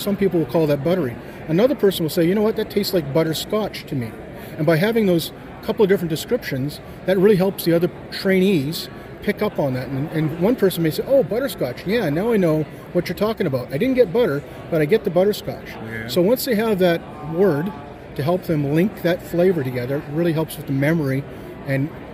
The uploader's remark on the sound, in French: Nous sommes au Canadian Brewing Awards Conference à Halifax.